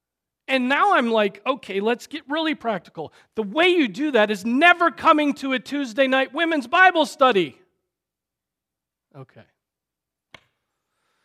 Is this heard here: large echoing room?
yes